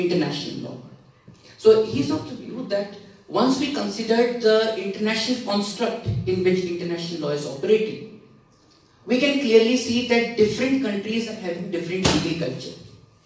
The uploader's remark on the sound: Keynote Speech at Internationalism Awadh Forum 2019 at Uttar Pradesh Urdu Akademi, Lucknow